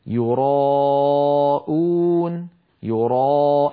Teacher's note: الألف جاءت بعد الراء المفتوحة، والراء المفتوحة مفخمة كما سيأتي معنا، فلا يصح أن نرققها، يعني لا يصح أن نقول يراءون راء، لم تفخم الراء ولا الألف بعدها.